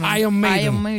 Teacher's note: Come per esempio Iron Maiden, che noi facciamo Iron, la R non si pronuncia quasi, è tipo Iron Maiden, senza R, teoricamente, nella pronuncia corretta, British, chiaramente.